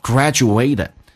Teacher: T 浊化成 D，同时尾音的 D 不用发音